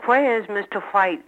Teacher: only in the South, in the United States, is the H still used before the W